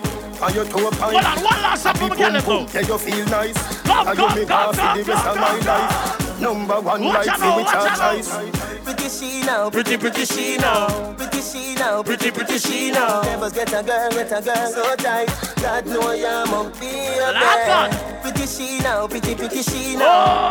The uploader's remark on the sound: Live Juggling Pearl White Promotions At The Local Party Place The Bronx NYC